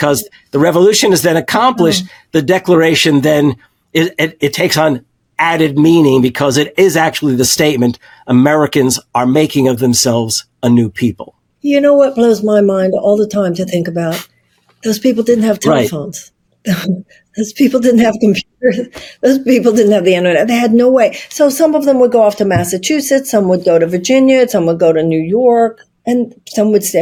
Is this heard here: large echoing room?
no